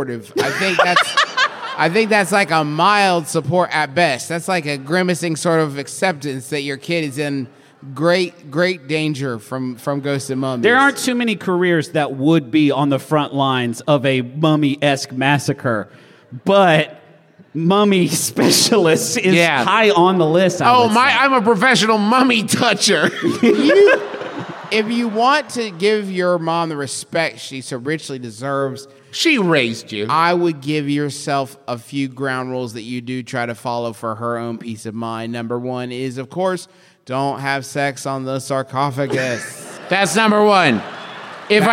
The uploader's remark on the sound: Live from Washington, DC! We're answering live questions.